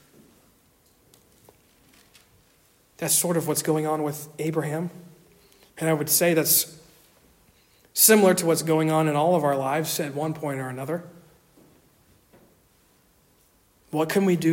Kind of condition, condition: setting, large echoing room